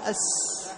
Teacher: يخرج الصوت من بين الثنايا العليا والثنايا السفلى واللسان، فلضيق المخرج خرج هذا الصوت الزائد الحاد الذي يسمى الصفير، وتسميه العرب صفيرا لأنه يشبه صوت الطائر، يشبه صوت الطائر.